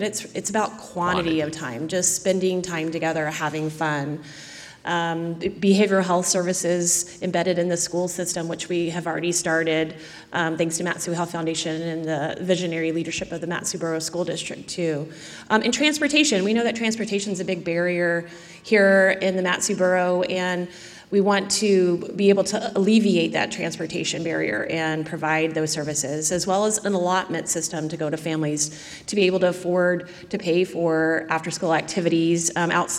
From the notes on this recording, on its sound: The panel on stage at the Alaska Prevention Summit. At the Dena’ina Center.